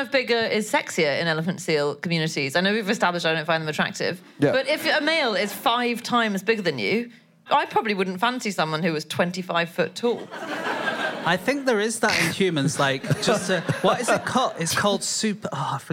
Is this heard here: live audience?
yes